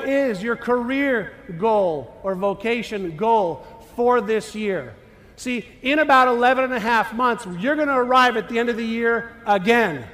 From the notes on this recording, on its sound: talk at The Secret to Your Best Year Ever conference in San Diego, put on by the Jenna Druck Foundation